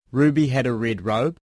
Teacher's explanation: he doesn't roll his R's at the beginning of words.